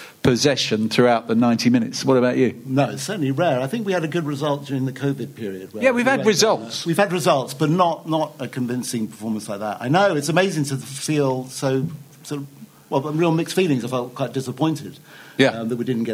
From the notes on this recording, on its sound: another special Live Spurs Show at the Albany in Great Portland Street